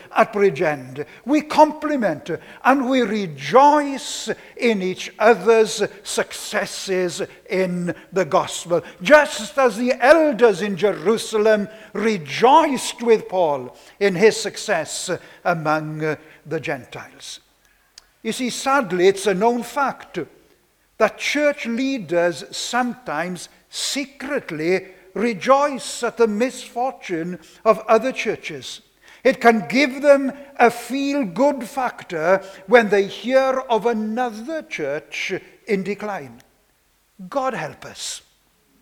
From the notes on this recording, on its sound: This sermon was preached on Sunday 19th September 2021